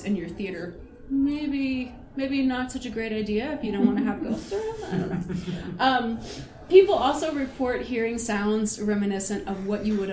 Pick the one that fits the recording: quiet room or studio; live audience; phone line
live audience